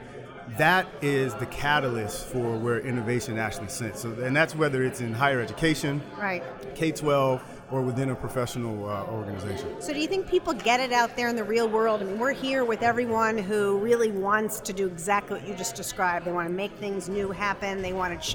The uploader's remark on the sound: Live at ASUGSV 2019